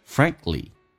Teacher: 那么三个辅音并排中间的辅音可以去掉，你看 k 跟 l 都是辅音